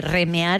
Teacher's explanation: el resultado de pronunciar remedar perdiendo la D entre, sin la D.